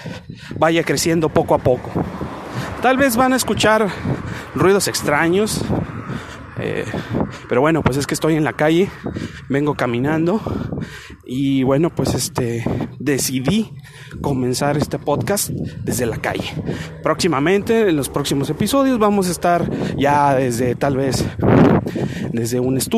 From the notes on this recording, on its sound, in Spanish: caminaba por las hermosas calles de Monterrey, N.L.